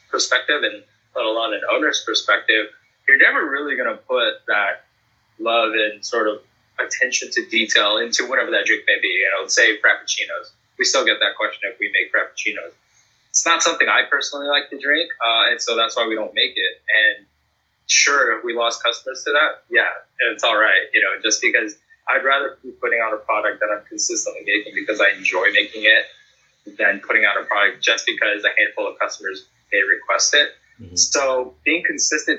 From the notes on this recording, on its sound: This show was recorded virtually